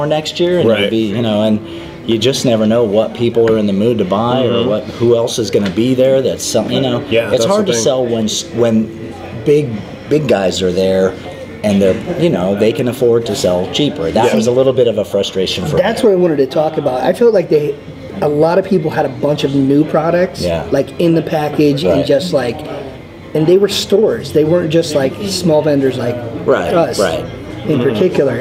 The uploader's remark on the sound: VTS takes the SquadCast on location once again this week, this time to our favorite coffee joint, Grouchy John's Coffee, to shoot a short wrap-up of our recent experience at Vegas Toy & Comic Con.